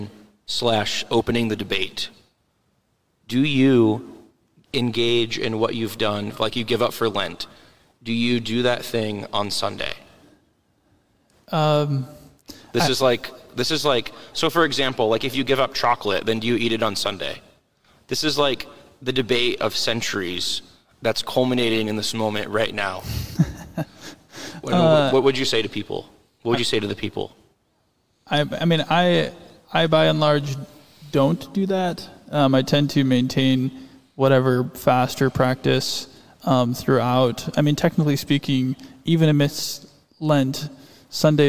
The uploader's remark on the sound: LIVE from St. Matthias